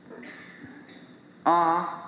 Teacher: when you pronounce ah, the mouth is open and the sound is at the back of the throat